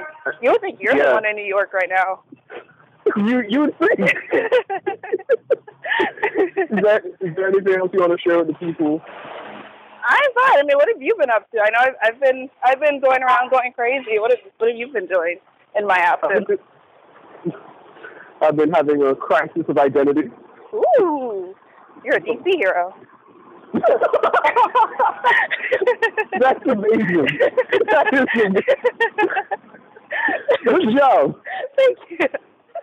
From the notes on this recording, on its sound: This chat occurs while she and I walk to Starbucks in different cities to get work done. Forgive the audio quality.